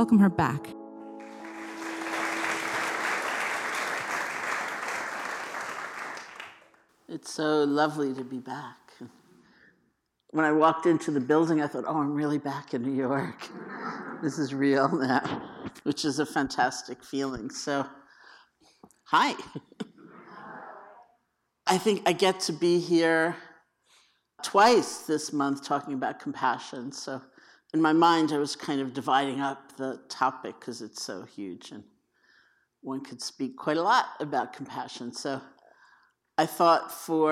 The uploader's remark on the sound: The Rubin Museum of Art presents a weekly meditation session led by a prominent meditation teacher from the New York area. This podcast is recorded in front of a live audience.